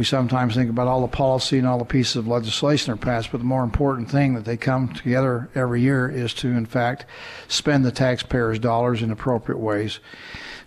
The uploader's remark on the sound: Live From The Utah State Capitol. A live broadcast of Access Utah from the State Capitol on Monday for the opening day of the 2016 Utah Legislature.